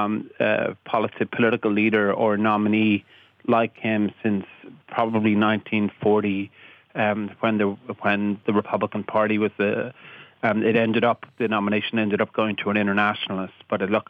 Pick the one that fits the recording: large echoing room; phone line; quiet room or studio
phone line